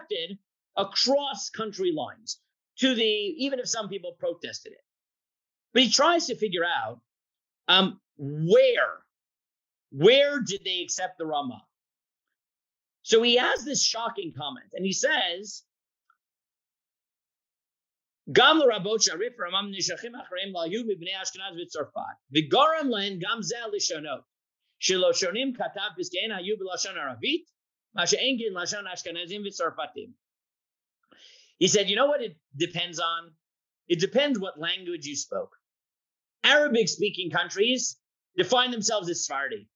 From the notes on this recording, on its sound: This audio was originally captured from Zoom